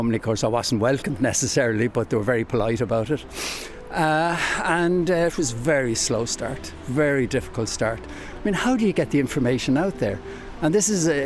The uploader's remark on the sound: Walking And Talking